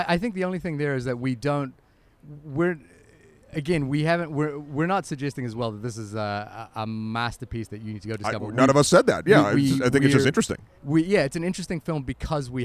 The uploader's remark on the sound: Recorded in a cafe in Bilbao, Spain.